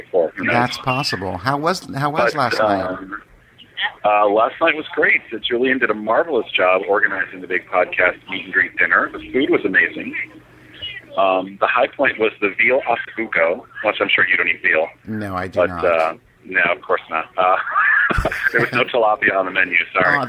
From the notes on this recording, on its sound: LIVE From Gay Days! Listen in as I chat with many of the podcasters at Gay Days at Disney!